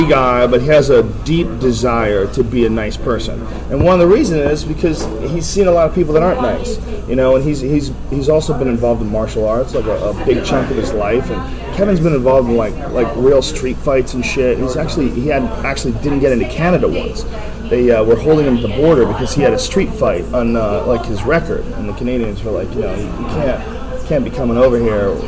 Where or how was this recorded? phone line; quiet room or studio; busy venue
busy venue